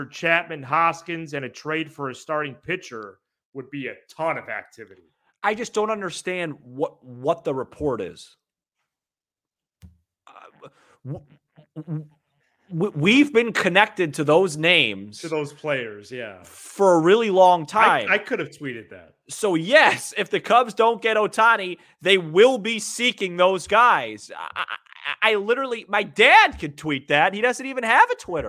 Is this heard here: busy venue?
no